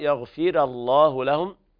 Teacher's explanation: قرأ ورش بترقيق الراء ومع دوم من القراء بالتفخيم. · وعلى كلا القراءتين اللام في لفظ الجلالة مفخمة. لن يغفر إدغام بغنة ناقص لوقوع الياء بعد النون الساكنة.